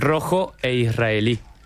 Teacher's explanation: el fonema consonántico vibrante múltiple